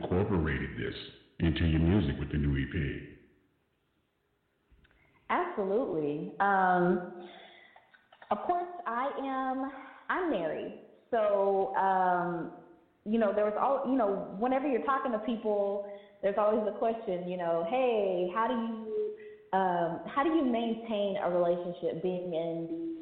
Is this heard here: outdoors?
no